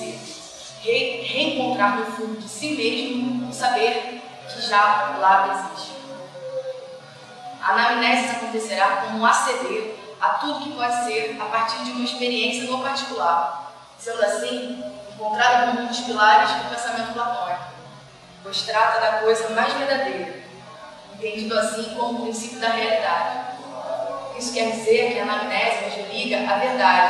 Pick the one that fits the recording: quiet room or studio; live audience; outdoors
live audience